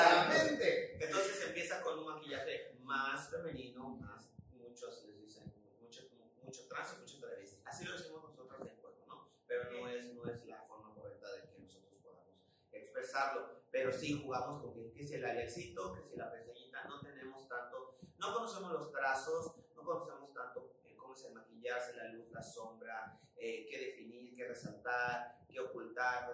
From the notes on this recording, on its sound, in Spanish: el audio nos quiso hacer la gatada